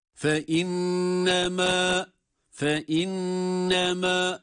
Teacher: Fe innema derken nun şeddeli tutmamız gerekiyor.